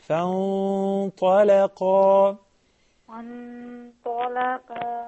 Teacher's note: Because the noon is sakina is followed by ta. So that's ikhfa haqiqi.